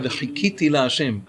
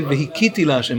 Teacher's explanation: Rabbi Chiya wasn't able to pronounce chet. Every time he got to a chet, he pronounced it as a he.